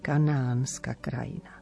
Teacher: máme krátke A a potom A s dlžňom